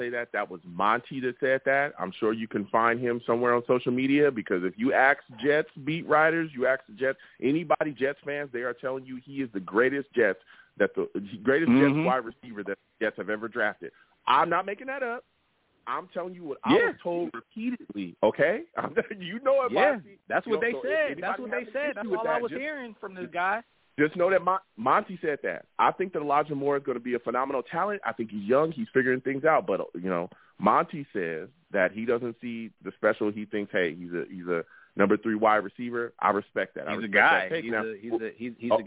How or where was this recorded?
phone line